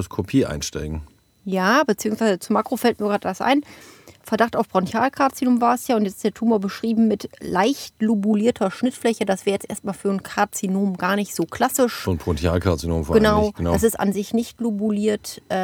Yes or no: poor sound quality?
no